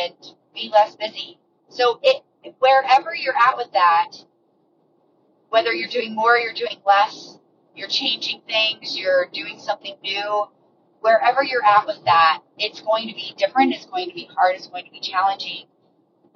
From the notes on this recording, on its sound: Ignore the car sounds (this won't be a regular thing).